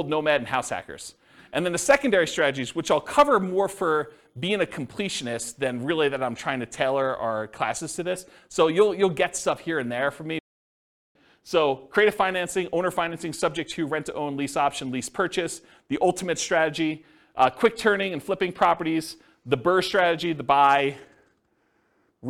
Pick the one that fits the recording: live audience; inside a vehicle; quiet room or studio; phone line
live audience